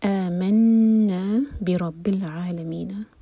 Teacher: آمنا حمزہ پر فتحہ ساتھ میں الف، مد بدل دو حرکہ لمبا ہوا